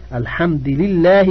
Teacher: بكسر الدال اتباعا للأول الثاني